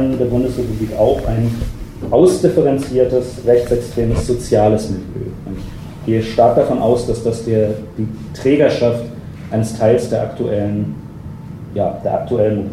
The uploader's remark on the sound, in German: Aufnahme von einer Berliner Veranstaltung im Baiz